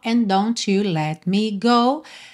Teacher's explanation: Take me in your arms and don't you let me go. Então, and com don't, você junta num D só. And don't you let me go.